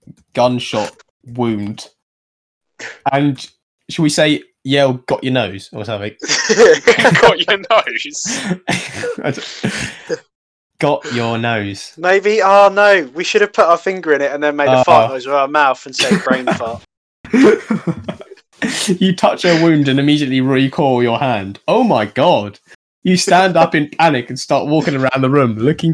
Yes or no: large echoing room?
no